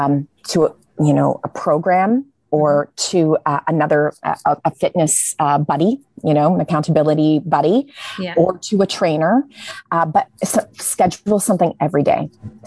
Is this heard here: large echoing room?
no